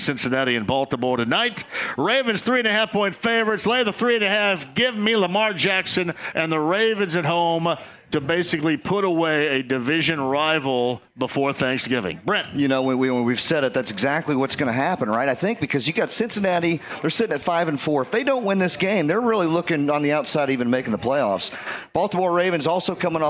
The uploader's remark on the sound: Kicks off the show live from Taylor’s Bar & Table. Keep the show rolling by talking to more people from Taylor’s Bar & Table!